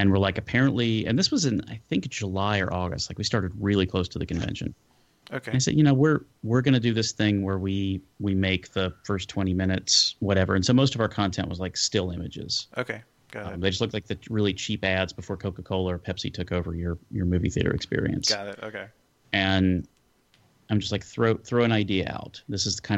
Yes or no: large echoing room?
no